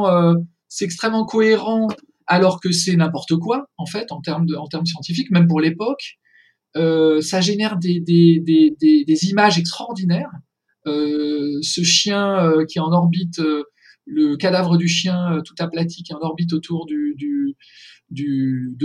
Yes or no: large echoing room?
no